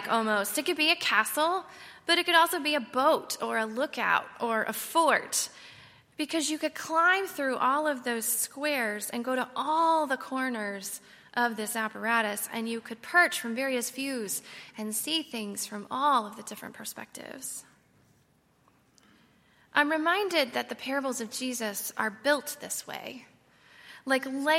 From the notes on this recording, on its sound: on Sunday, March 31, 2019, at Highland Baptist Church.